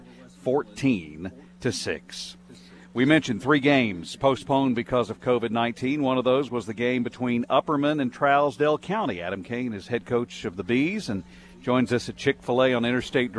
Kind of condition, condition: setting, busy venue